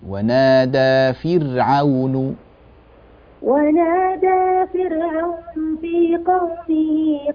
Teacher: رقق الراء من كلمة فرعون